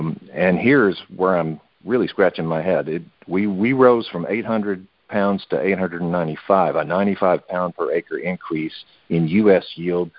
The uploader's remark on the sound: Monthly Conference Call